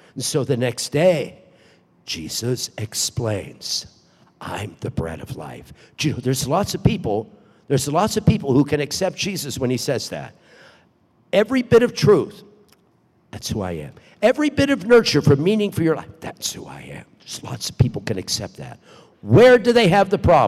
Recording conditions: large echoing room